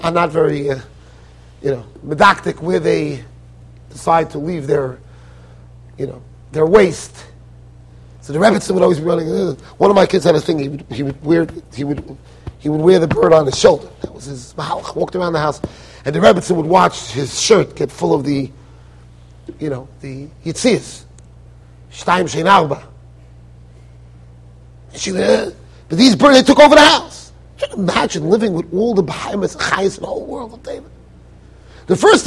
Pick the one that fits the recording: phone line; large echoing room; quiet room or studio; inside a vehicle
large echoing room